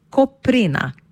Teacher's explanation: Pri izgovorjavi smo pozorni na samoglasnik E, nad katerim napišemo ostrivec in ga pri izgovorjavi poudarimo. · Term: poudarjen E